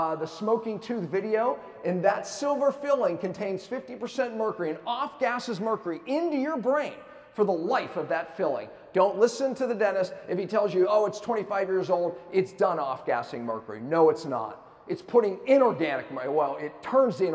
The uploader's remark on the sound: keynote lecture at KetoCon Austin 2022